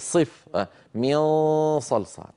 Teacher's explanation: لما أنطق نون مخفى عند مفخم عند صاد مثلا أو ضاد أو قاف فإن صوت النون المخفاة يكون مفخما، فالغنة غنة النون المخفاة تتبع ما بعدها في التفخيم والترقيق.